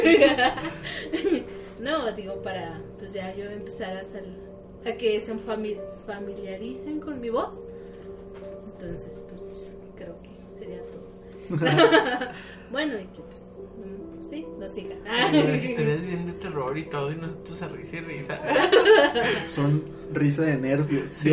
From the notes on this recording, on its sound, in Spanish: Disculpen los ruidos de fondo y las risas